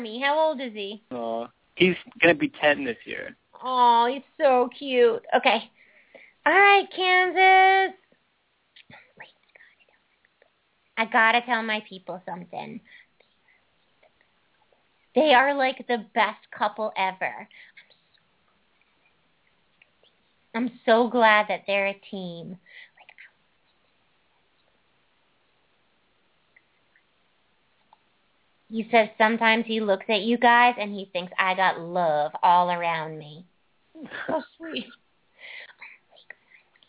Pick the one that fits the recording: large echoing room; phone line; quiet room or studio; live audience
phone line